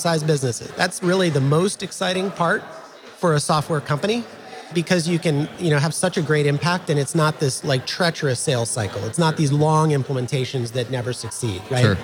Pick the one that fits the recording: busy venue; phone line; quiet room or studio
busy venue